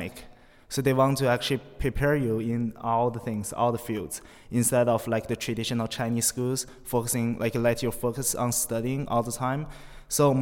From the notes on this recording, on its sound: live at the Princeton US-China Global Governance Forum